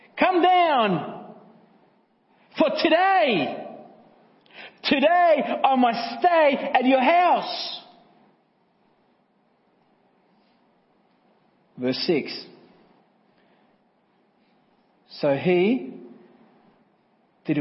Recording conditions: large echoing room